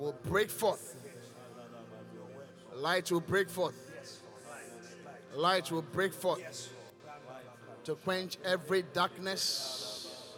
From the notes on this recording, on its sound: Preached at The Qodesh.